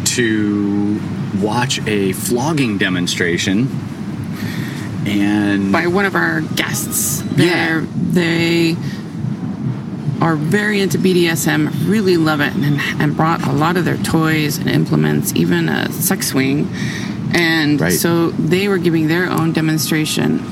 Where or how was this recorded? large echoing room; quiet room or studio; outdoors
outdoors